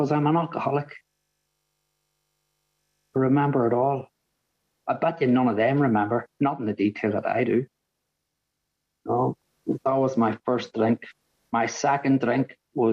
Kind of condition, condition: link, video call